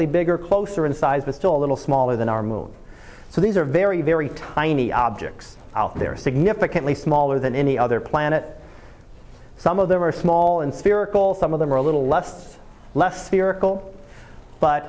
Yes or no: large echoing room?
yes